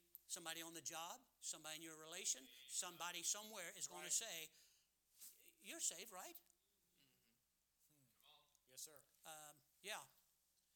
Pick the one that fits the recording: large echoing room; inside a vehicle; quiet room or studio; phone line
large echoing room